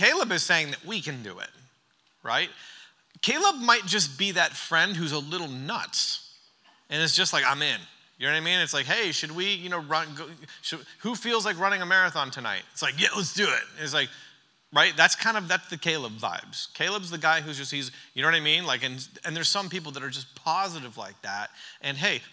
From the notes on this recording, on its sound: During our final session of The Church Conference